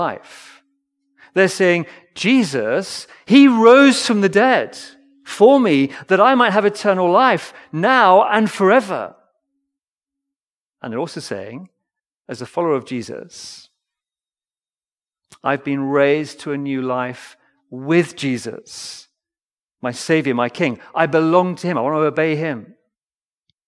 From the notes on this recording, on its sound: Recorded Live stream Sermon from Binscombe Church (BWS) 19th November 2023